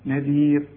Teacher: الراء مدام قبلها ياء تقف عليها وهي مرققة